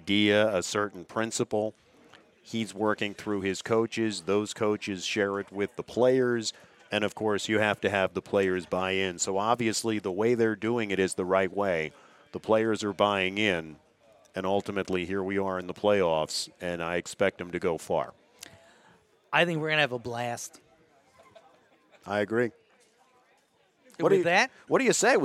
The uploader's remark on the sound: Live At The Reading Liederkranz. Where we held a celebration of a successful regular season for The Exeter Eagle football team.